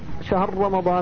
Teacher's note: والراء يدغمها في مثلها سواء تحرك ما قبلها أو سكن